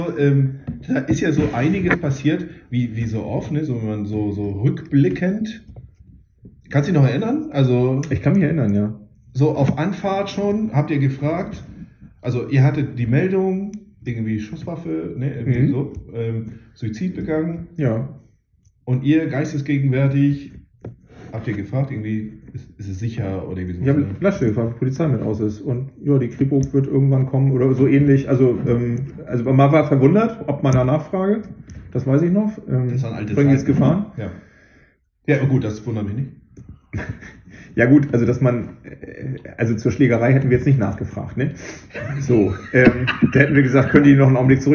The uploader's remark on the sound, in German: Sorry für den Sound. Irgendwas ist schiefer gelaufen als sonst. Beim testen hörte es sich nicht so an, wie am Ende.